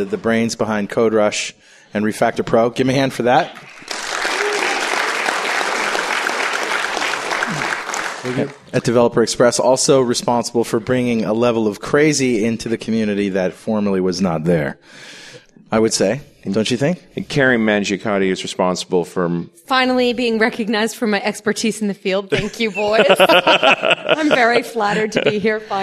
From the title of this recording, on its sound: Live in Richmond, VA